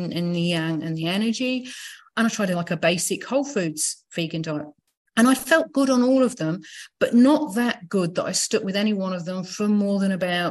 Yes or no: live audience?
no